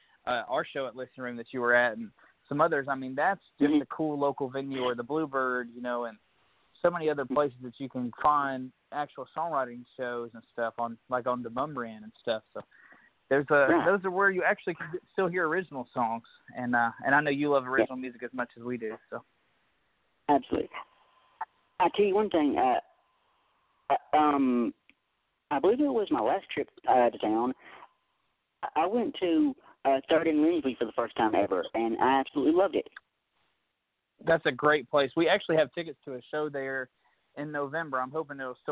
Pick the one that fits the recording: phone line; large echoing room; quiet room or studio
phone line